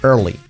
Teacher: con la R fuerte, R, y luego la L.